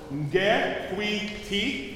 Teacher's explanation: You have to form that N with the back of the tongue up against the roof of the mouth · Term: NG sound